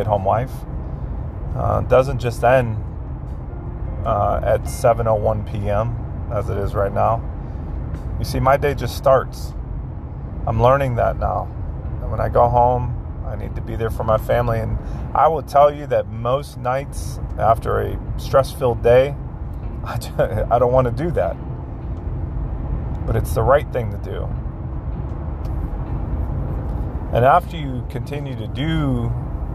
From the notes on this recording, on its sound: Just a reflection from a man driving home from work.